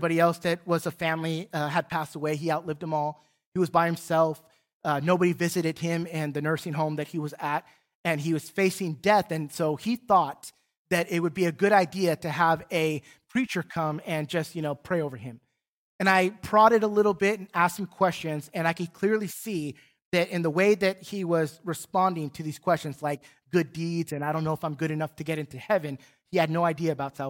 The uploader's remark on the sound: Recorded from South Gate Fellowship in Duncanville, TX on Sunday, December 19, 2021